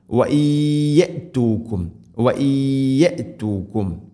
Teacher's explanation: നൂനിനെ യാഇലേക്ക് ഇത് ഗാം ചെയ്ത് മണിച്ചുകൊണ്ട് ഉച്ചരിക്കണം. ഇത് ഗാം ബിഗുന.